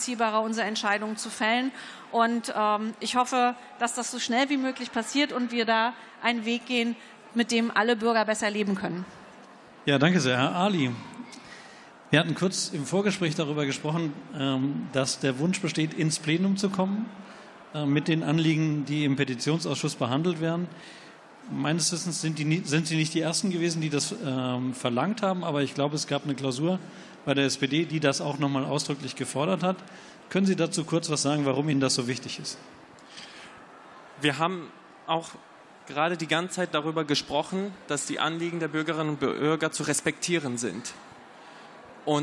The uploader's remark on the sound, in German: Podiumsdiskussion des Petitionsausschusses